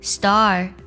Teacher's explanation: 在美式发音当中，我们呢将 A R 这个字母组合读出儿化音来